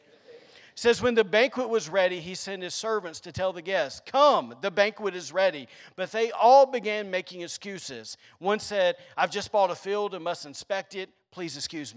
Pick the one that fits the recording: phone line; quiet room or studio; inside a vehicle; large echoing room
large echoing room